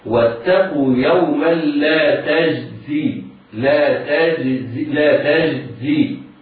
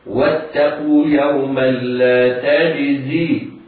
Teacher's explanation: لا تجزي، انظر إلى الجيم، لا تجزي. الجيم حرف شديد مجهور يجب قلقلته · Shown in: second take · بعض الناس يبالغ في تعطيش الجيم فيعطيها شيئا من تفشي الشين فينطقها خطأ هكذا.